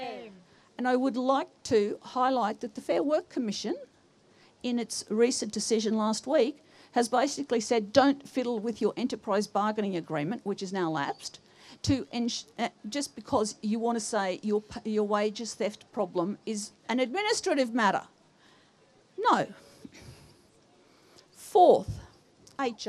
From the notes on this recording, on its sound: We bring you the second of two episodes recorded at the teach-in held during the October strike.